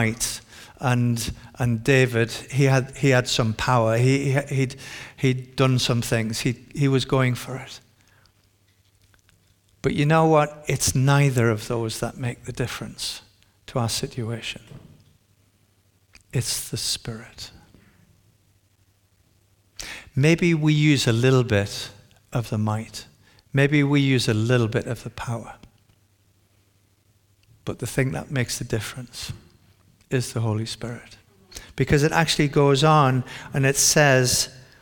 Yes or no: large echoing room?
yes